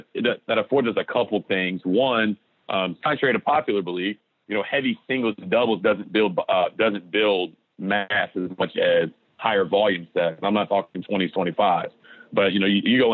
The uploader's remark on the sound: joins on the Modern Woodmen phone line